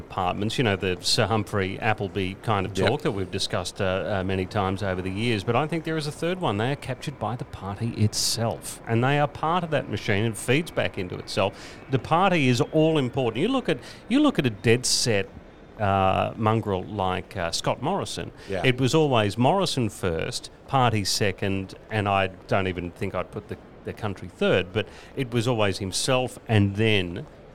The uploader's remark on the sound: live from the Chairman’s Lounge Carlton